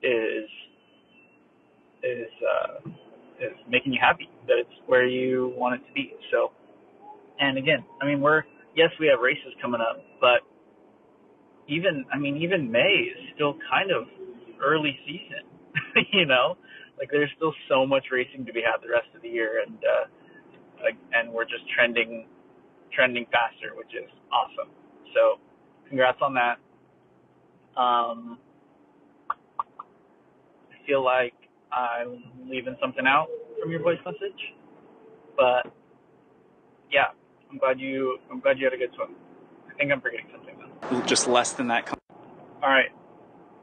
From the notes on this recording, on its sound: shouldn't do voice notes while driving anymore-(sorry about the audio quality)